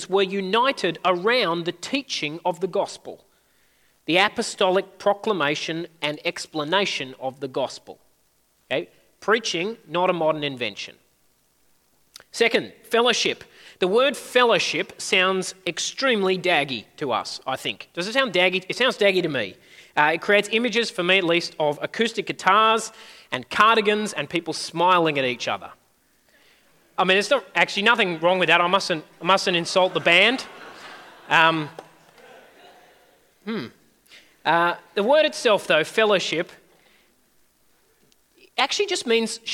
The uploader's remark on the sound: At a Church in the Graveyard service